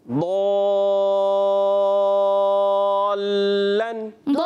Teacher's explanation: لام کو پکڑنا ہے، تشدید والا ہے، ذرا رک کر ادا کرنا ہے